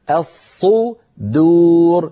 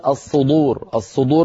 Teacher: ولا نفخم الدالة حتى تصير شبه ضاد · Shown in: first take · Term: ترقيق الدال